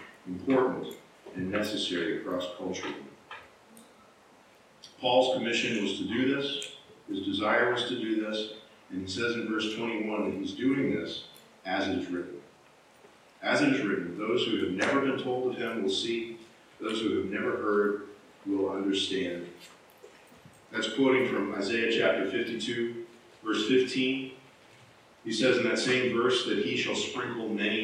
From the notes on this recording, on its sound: Low Quality Audio. We apologize for the low audio quality of this recording.